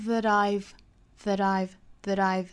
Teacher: that I've 连读，注意连读的话有个小 flap T 啊